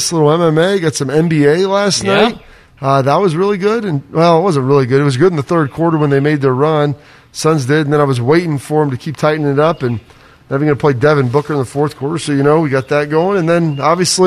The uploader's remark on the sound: The guys were live from Kinsale Golf & Fitness Club this morning.